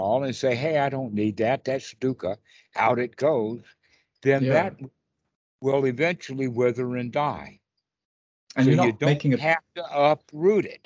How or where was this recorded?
video call